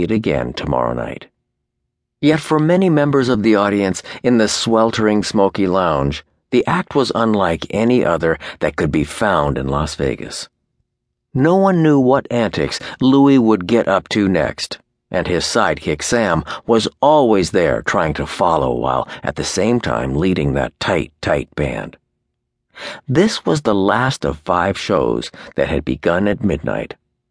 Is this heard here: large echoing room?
no